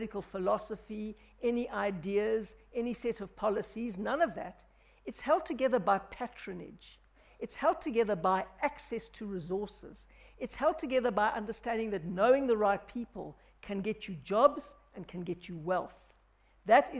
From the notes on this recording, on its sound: The third BizNews Conference in the Drakensberg. Answered questions posed to her by delegates at the conference.